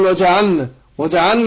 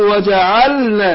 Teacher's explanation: ازواجا وجعلنا نومكم سباتا وجعلنا تظهر اللام وجعلنا ما قولش وجعلنا بعض الناس بيسقط اللام ما يظهرش اللام · Shown in: second take · Term: اظهر اللام